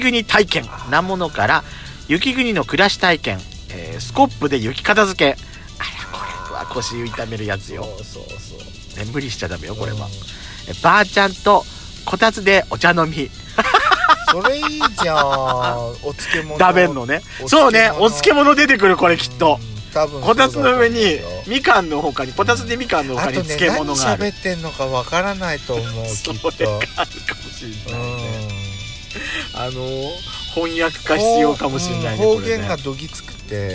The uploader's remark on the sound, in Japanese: パーキング収録